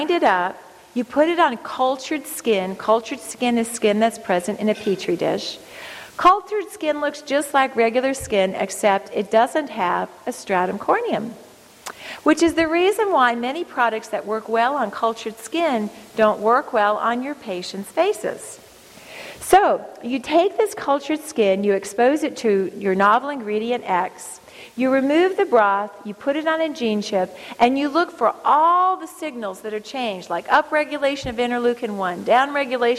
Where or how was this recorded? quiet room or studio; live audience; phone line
live audience